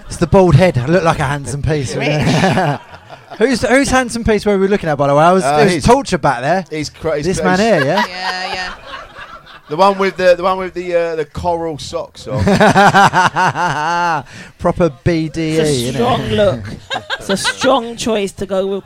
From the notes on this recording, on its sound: The Comedy Arcade is coming at you LIVE from Edinburgh Fringe! Run live, chaotically, and exclusively at Underbelly Bristo Square.